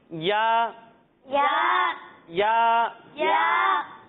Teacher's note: تو اسے بھی ہم ہا کی طرح ایک الف تک کھینچ کر پڑھیں گے